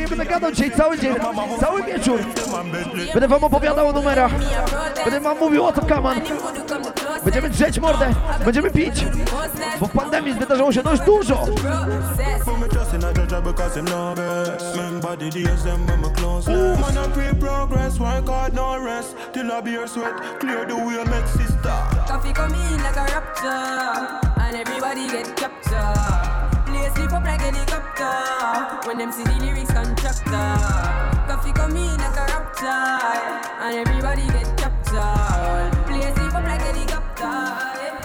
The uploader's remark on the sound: Live Audio from Full A Vibe Saturday juggling night in Toruń [PL], August 2020